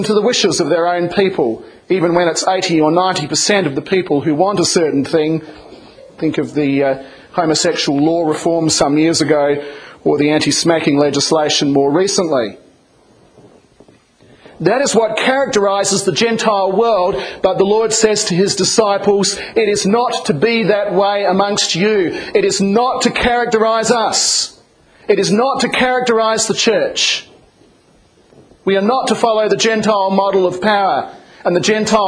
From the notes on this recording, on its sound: this was a sermon preached in 2007 07 29 in the Am service.